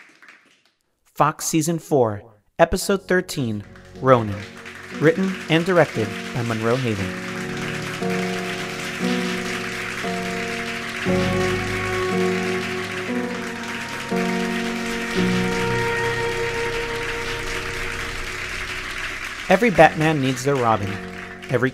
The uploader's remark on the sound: 2020 SkyWire Awards Live